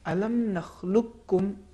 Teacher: قاف کو تلفظ بالکل نہیں ہوگا · Term: ادغام متقاربین